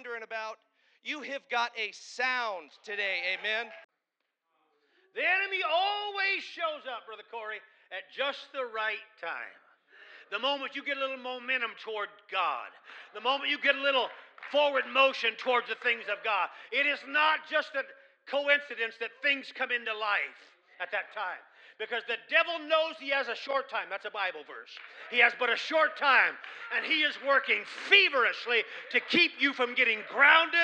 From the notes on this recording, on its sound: Snippet from Sunday Morning service